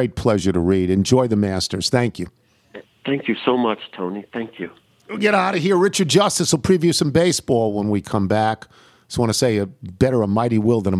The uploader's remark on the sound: Phones.